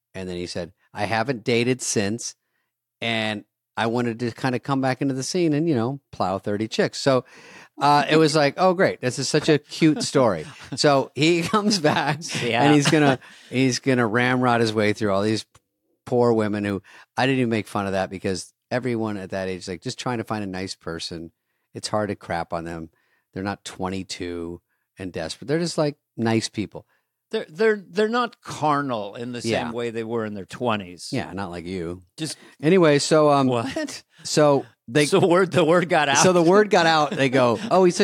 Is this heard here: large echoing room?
no